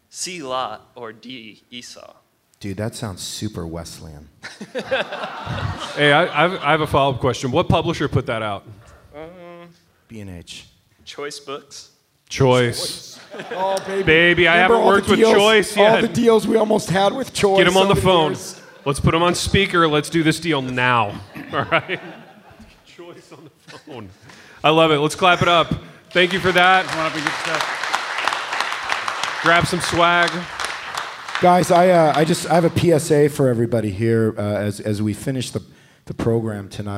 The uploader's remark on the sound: INDY LIVE, Part 3: Audience Q&A. LIVE IN INDIANAPOLIS.